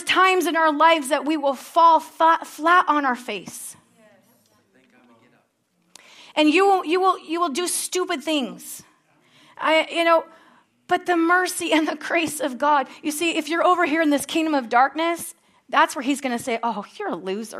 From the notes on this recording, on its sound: at Harvest Bible Church in Stockton, California.